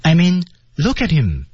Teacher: 其实要强调这件事重要啊，所以我们要把音调拉高一些 · Term: speak higher